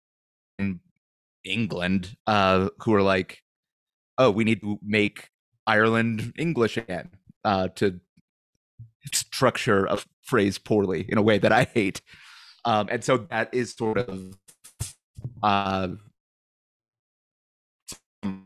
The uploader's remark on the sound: Is still having computer issues, which means that there are quite a few audio glitches this episode.